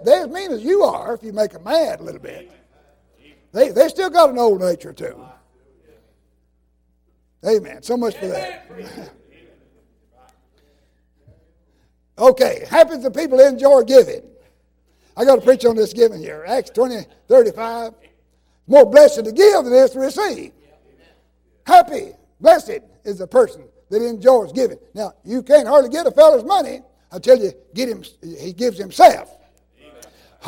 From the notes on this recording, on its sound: in revival service at Calvary Baptist Church of Kingston, Tennessee.